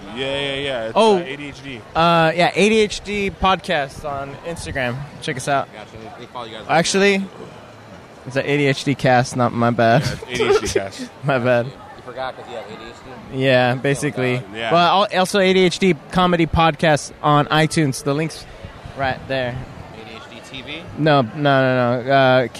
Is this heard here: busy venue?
yes